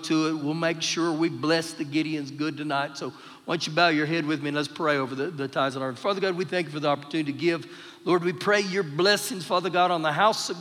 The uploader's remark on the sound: Recorded live during our Wednesday night service